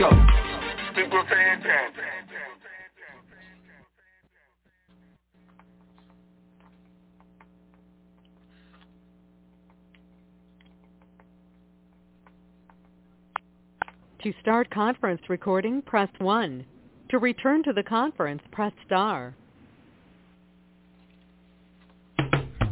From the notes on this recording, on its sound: TNTSuperfantastic Conference Call